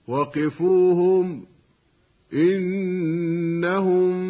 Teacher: الوقف على كلمة وقفوهم وقف جائز، وإذا وصلت بما بعدها صار بعد الميم الساكنة همز من كلمة إنهم، فيسمى إظهارا شفويا